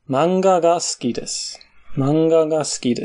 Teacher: Ma ist tief, genauso wie das Wa von Watashi.